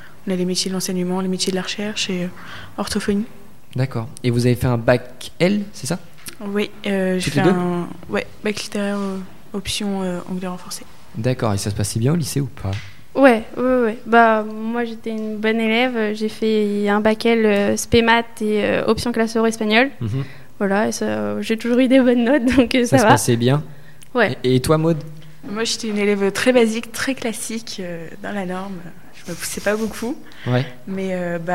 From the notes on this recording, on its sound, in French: Sont au micro de Radio2B pour présenter leur formation. Interview réalisée en direct samedi 2 février 2019, à l'occasion du 2nd Forum d'orientation du LRB.